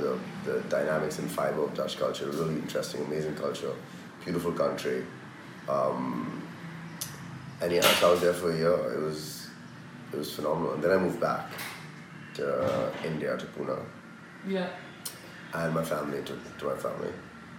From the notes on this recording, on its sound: This episode was filmed in Mumbai, apologies for the Indian surround sound throughout which kind of adds to the atmosphere.